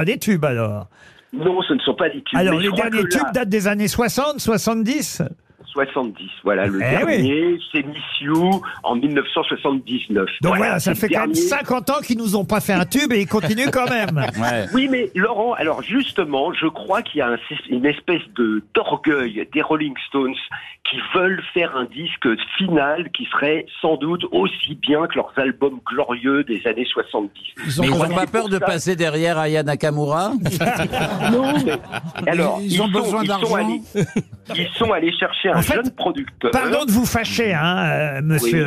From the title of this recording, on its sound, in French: Un célèbre rockeur au téléphone !